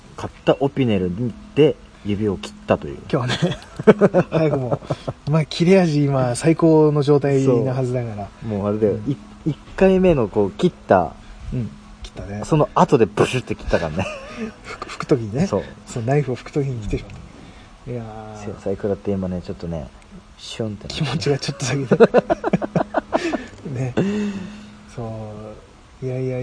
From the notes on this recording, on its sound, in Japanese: 遂にやってきた二人でのキャンプ！結局録り始まったのが夜の消灯直前！外での収録と、収録中の料理、ウイスキーのコルクを抜く音など、ノイズ。